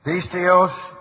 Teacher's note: with the accent on the first syllable there